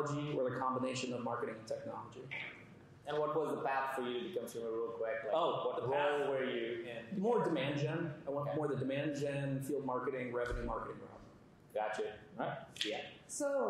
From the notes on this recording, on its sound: Audience Q&A